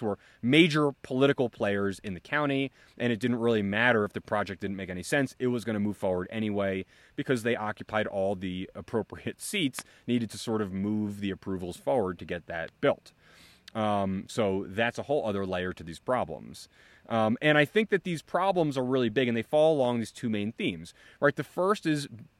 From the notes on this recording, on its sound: recorded in Dixie National Forest in Utah